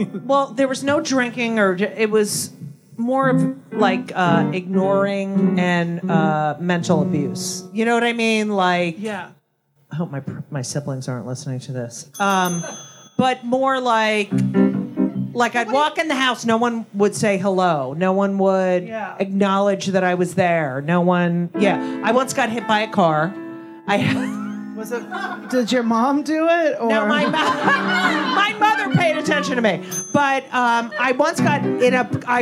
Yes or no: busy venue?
yes